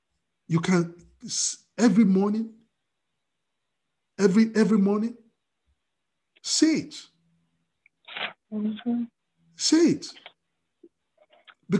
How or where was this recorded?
video call